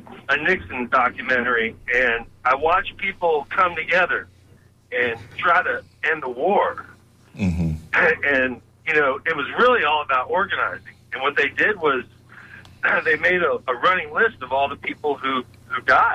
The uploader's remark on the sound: Tampa run-off candidate on WMNF's Sunday Forum. Unique magazine format call-in show.